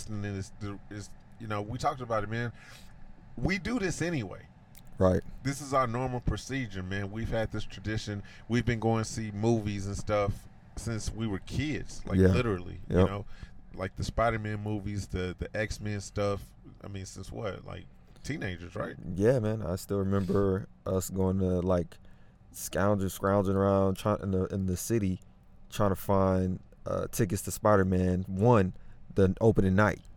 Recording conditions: inside a vehicle